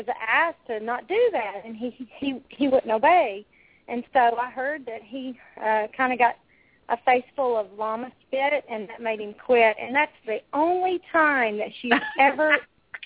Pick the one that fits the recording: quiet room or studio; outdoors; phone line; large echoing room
phone line